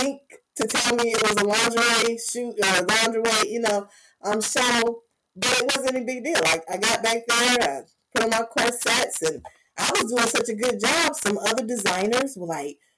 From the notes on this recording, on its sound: Please note: There were some distortions with sound in this episode. Some of the sound challenges presented.